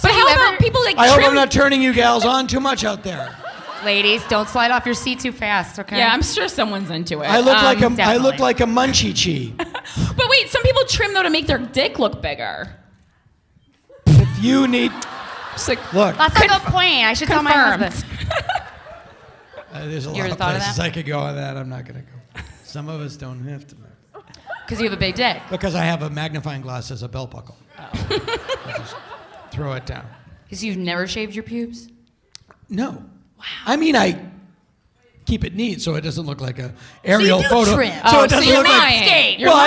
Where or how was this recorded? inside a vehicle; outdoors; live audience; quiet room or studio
live audience